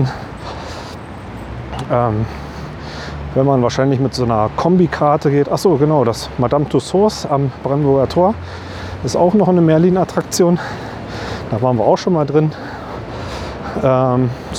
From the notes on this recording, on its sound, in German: Dann haben wir noch in der Marienkirche am Alexanderplatz eine Kerze angezündet und sind im Regen wieder zurück zum Auto gelaufen. Von meinen Eindrücken vor Ort berichte ich mit reichlich Atmo (oder auch Hintergrundgeräuschen) direkt aus den den jeweiligen Räumen. Und die Kinder kommen natürlich auch mal zu Wort!